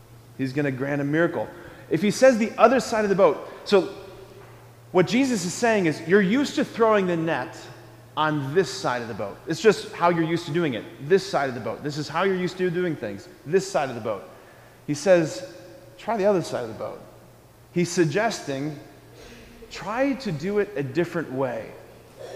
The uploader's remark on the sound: preached this homily on September 7, 2023 at Sacred Heart of Jesus Catholic Church in Wadsworth, OH.